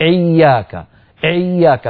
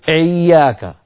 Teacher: فيضغط على مخرج العين وهو ينطق همزة · Shown in: first take · إياك إيا هكذا، ولا نقول إياك، فنهى عن الضغط على مخرج العين عند نطق الهمزات.